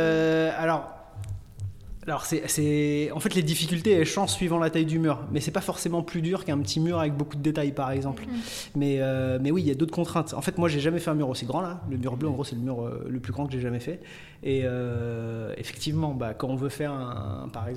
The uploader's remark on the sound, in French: Depuis le festival RUR! À Nogent.